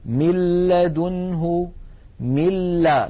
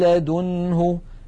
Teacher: لاحظوا مِل من الميم إلى اللام مباشرة، وننطق لاما مشددة ولم يبق من الغنة شيء · Term: بغير غنة